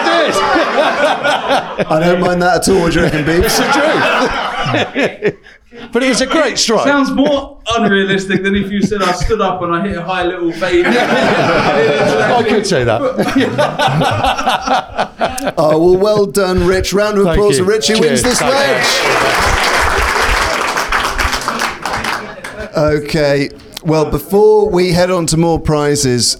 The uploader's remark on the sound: The crowd is gathered, mostly supporting Team Wedge. We head to the Champions BBQ prize giving ceremony, where the various winners are announced.